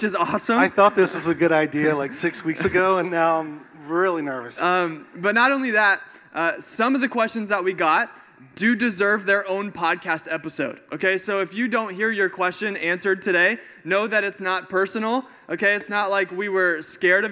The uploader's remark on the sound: The Day We Recorded a Podcast Live on Stage. It is our first episode in front of a live audience!